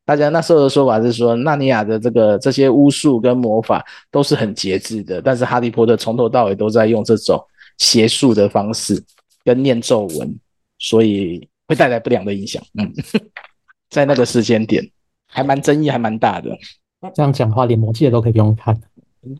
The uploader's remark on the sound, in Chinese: Zoom #讀書會。